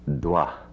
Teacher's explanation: Nouns ending in ra. Final ra is changed to visarga. In the first singular.